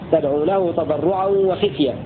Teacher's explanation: روى شعبة بكسر الخاء في لفظ تدعو له تضرعا وخفية